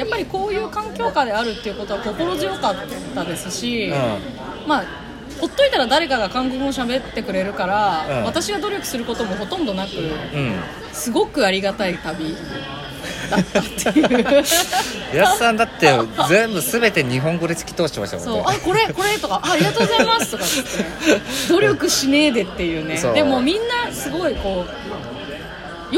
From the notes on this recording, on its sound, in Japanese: 今回は、釜山ワーケーションモニター参加後にそのまま空港で収録しました。